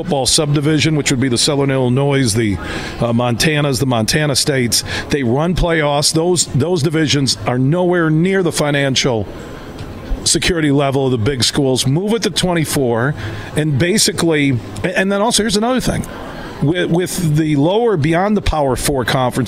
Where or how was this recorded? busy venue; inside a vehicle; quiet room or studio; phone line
busy venue